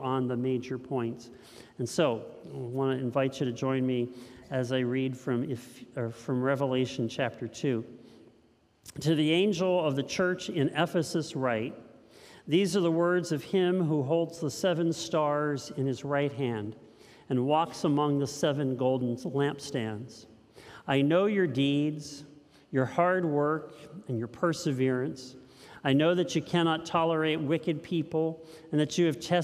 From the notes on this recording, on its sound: This message was first preached at Linglestown Life on 1/8/2023.